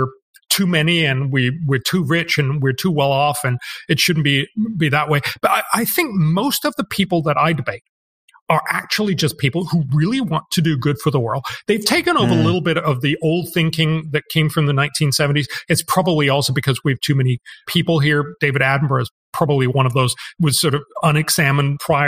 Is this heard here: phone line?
no